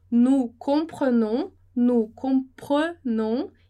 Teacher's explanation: não vai ter som, esse E vai ser mudo